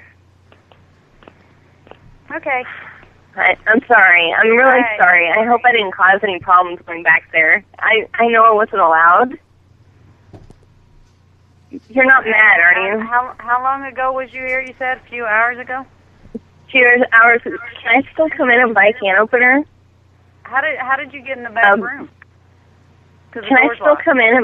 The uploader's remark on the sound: Prank Phone Calls